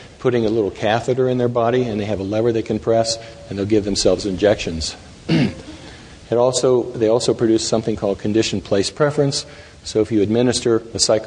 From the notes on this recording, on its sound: Taken from the Psychedelic Science '13 conference